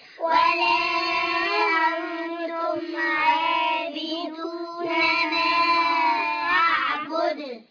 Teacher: دال ساكنة مقلقلة عند الوقف